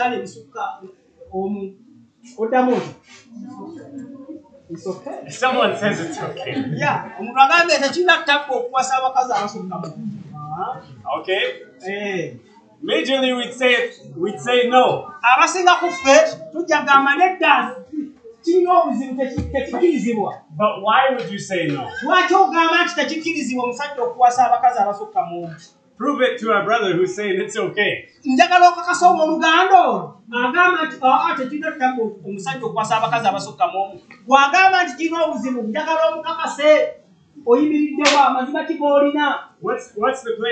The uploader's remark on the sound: This was preached at Lubumba Community Church on July 16, 2023